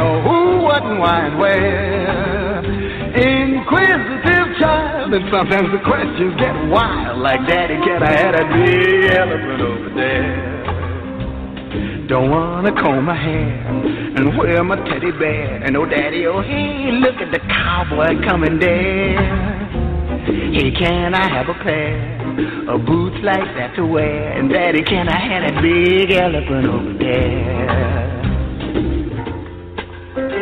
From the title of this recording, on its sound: Mkunato Wednesday OPEN MIC at OUR COMMON GROUND